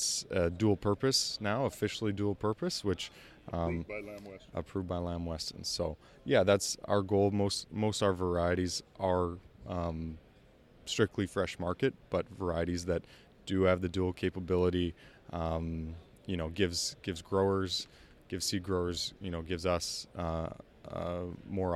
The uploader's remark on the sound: walks around the trade show floor of the Washington/Oregon Potato Conference